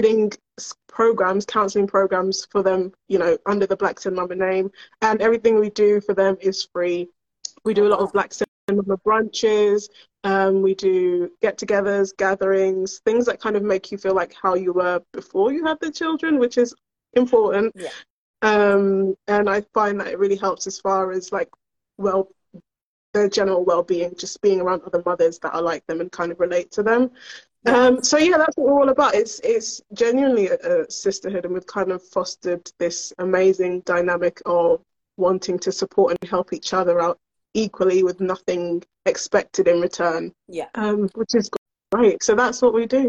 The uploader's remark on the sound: live and direct with Instagram listeners